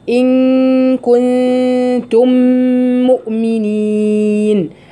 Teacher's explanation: ان كنتم، في هنا غنه اخفاء النون الساكنه مع الكاف، وبعدين غنه اخفاء تاني من النون الساكنه مع التاء اللي بعدها، وبعدين في غنه الميم الساكنه مع الميم اللي بعدها اللي هي ان كنتم مؤمنين.